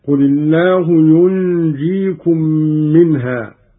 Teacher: قرأ قالون بإسكان النون وتخفيف الجيم